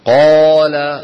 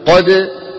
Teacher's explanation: قال مفتوح بعد ألف أفخم بقليل من إيه؟ من مفتوح ليس بعده ألف